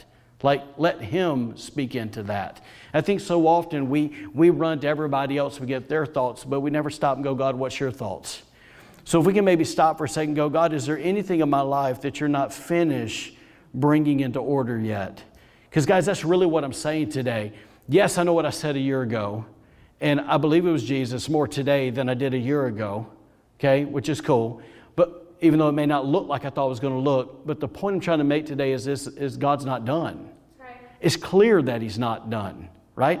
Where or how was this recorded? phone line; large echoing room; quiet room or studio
large echoing room